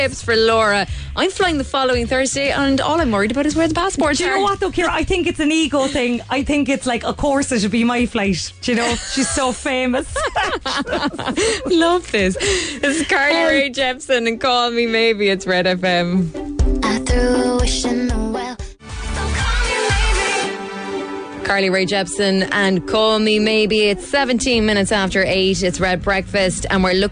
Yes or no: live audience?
no